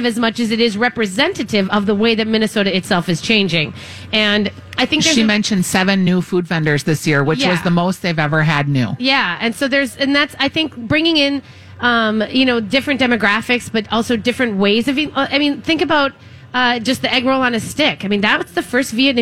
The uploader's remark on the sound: Live at the MN State Fair. State Fair Saturday.